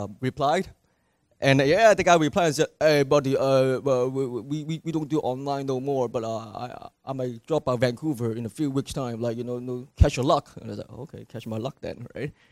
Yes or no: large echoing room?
yes